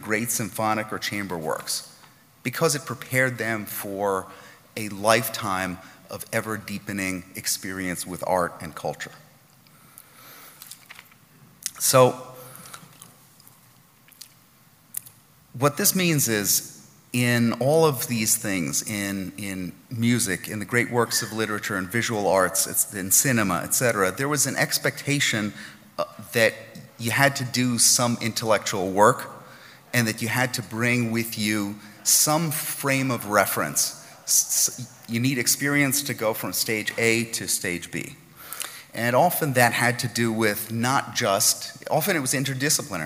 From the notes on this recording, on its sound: NatCon 3 Miami. Address at the Miami National Conservatism Conference on September 13, 2022.